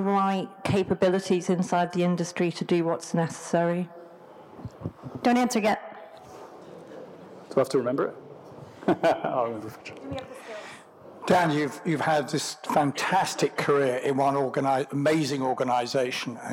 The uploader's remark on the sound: on stage at the Festival of Place